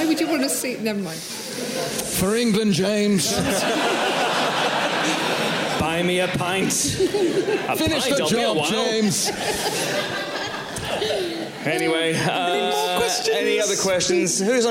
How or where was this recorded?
live audience